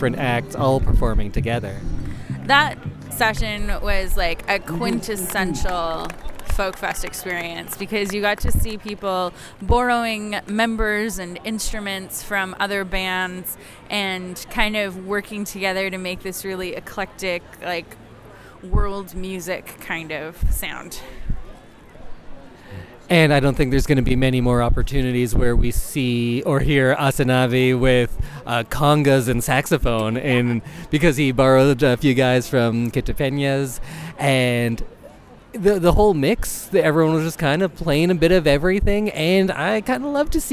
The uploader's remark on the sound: Live(ish) From the 2023 Edmonton Folk Music Festival. We Recorded at the festival grounds, battled through some audio issues.